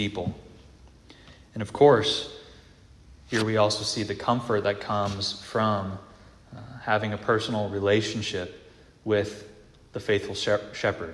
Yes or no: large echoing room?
yes